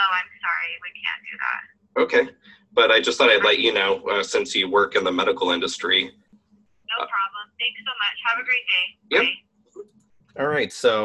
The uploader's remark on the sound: Live Phone Calls With Doctor Offices